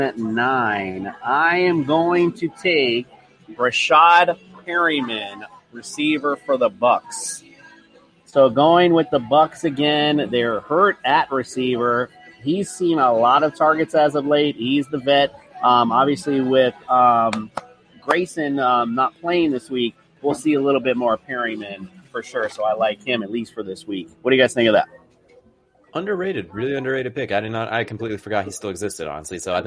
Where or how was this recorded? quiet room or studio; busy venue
busy venue